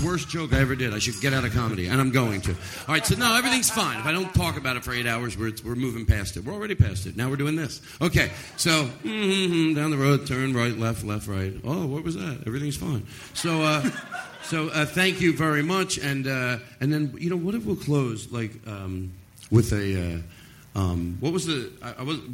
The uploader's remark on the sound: Live from LA Podfest. A special live episode from LA Podfest 2015.